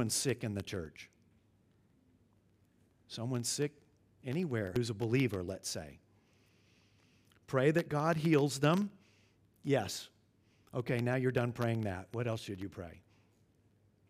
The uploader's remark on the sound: at Covenant Hope Church in Dubai, UAE